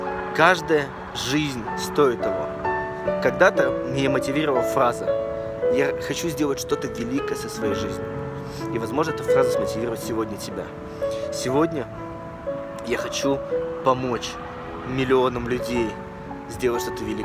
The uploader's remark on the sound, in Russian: Но прямо во время ивента, на 3 день, меня жестко накрыло и я поймал инсайт. Я выбежал из зала в слезах и сел записал это видео прямо на траве.